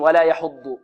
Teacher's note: ولا يحض على طعام المسكين، ولا يحض، ولا، هذه اللام مرققة، ولا، ولا، يحض، عندنا كلمة يحض كلها مرققة إلا الضاد، الضاد مفخمة فقط